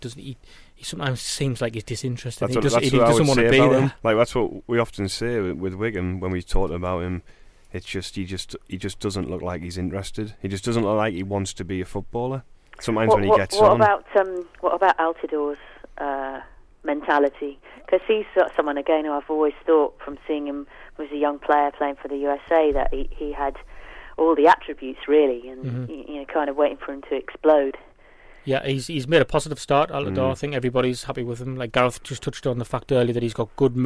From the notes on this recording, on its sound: Joined on the phone by Guardian and Observer journalist/podcaster.